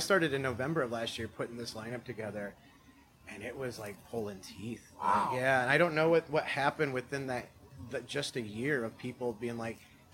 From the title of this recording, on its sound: LIVE at Jems Fest 2023!